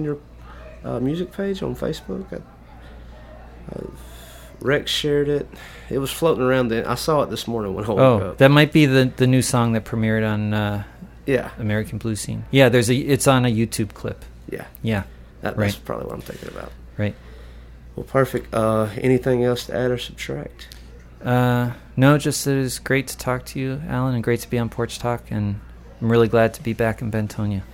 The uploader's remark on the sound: at the Blue Front Cafe